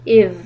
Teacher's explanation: make sure that the letter dhal does not bounce. Do not do qalqala on the dhal. Just hold the sound a little bit long. Idh. And tip of the tongue connecting to the bottom of your front teeth.